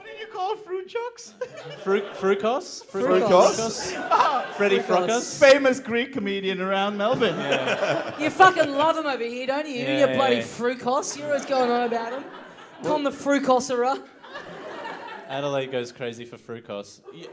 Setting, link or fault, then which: setting, live audience